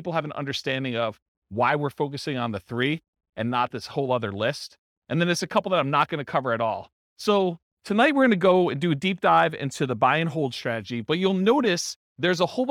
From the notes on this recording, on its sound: This was a live class recorded.